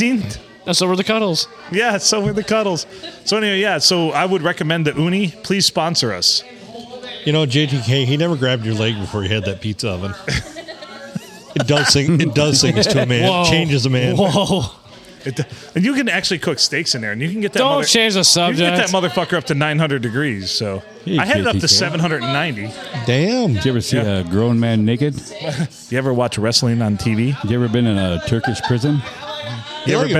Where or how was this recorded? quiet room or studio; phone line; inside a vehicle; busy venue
busy venue